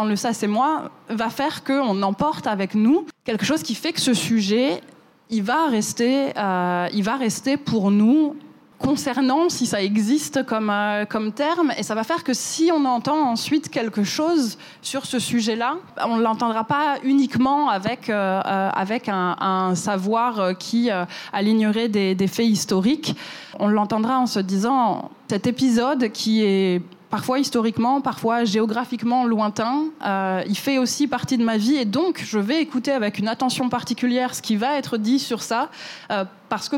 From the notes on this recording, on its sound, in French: cet épisode a été enregistré à la Gaîté Lyrique